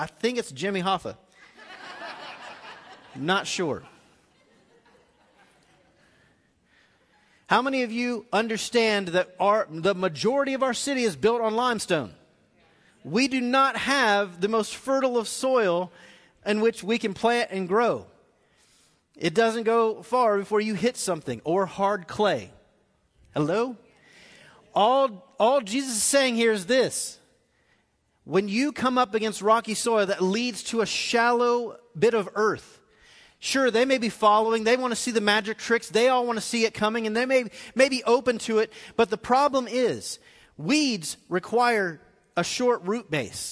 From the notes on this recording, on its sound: Recorded live at The Fellowship at Two Rivers